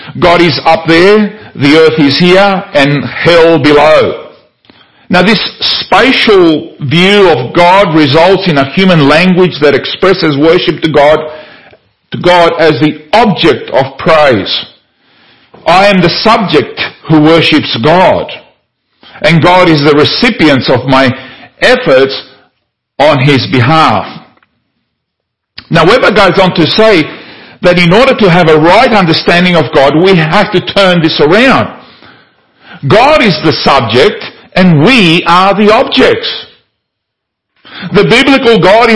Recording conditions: large echoing room